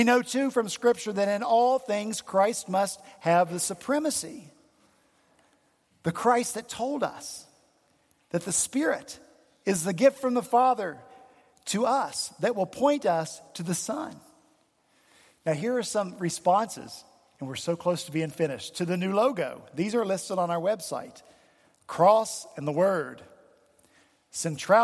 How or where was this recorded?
large echoing room